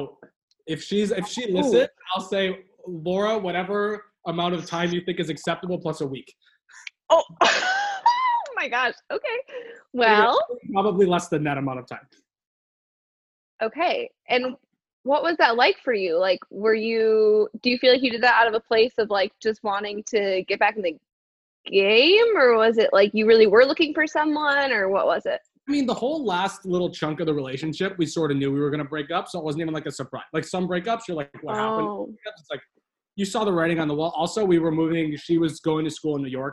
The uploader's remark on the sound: Second quarantine zoom date is in the books